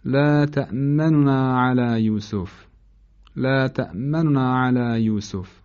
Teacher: یعنی شما ادغام میکنید نون در نون رو، منتها نه به طور کامل. اختلاس به این معناست که ذمه نون رو سریع از روش رد میشید.